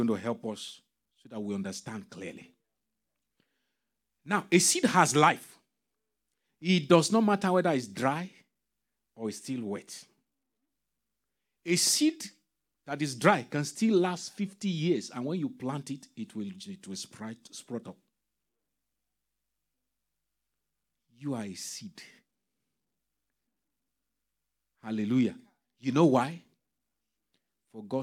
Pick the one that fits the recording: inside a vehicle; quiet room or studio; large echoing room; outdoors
large echoing room